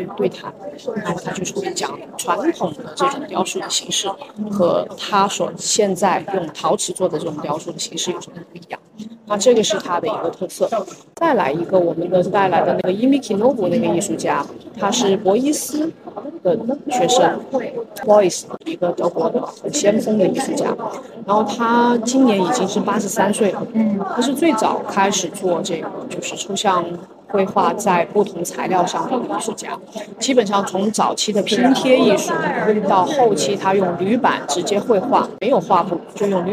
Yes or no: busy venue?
yes